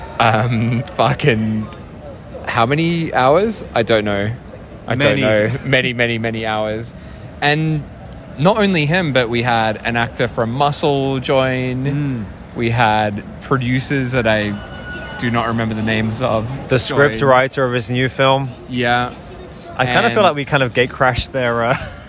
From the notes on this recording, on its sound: So, at this point we're like ten beers in and recording the middle of a vomit-strewn Shinjuku street.